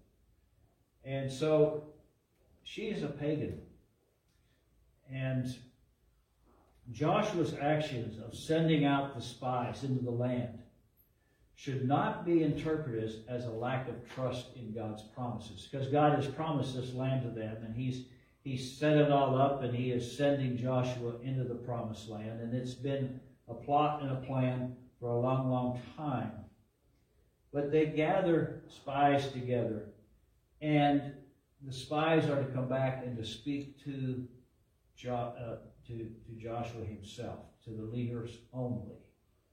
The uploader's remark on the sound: LIVE from Calvary